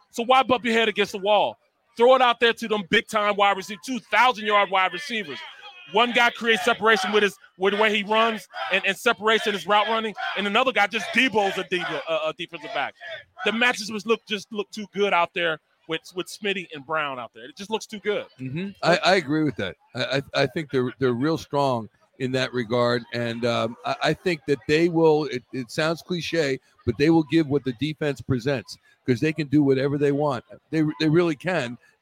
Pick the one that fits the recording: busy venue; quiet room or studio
busy venue